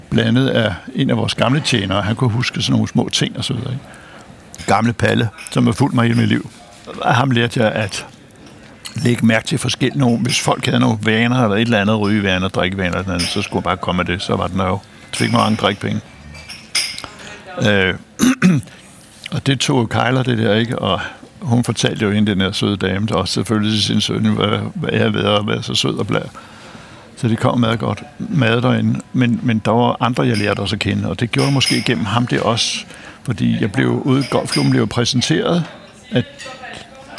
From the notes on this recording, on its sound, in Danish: Optaget på Nimb Brasserie, Tivoli, København.